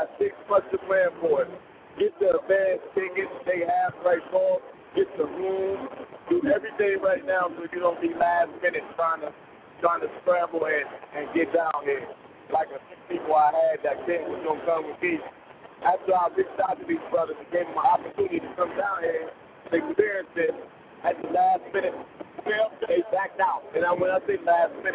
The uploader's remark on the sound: BarberZone Radio LIVE from Bronner Brothers Show.